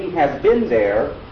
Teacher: If I say he has been there, the B is voiced, and in anticipation I change the S to a Z. So it's he has been there.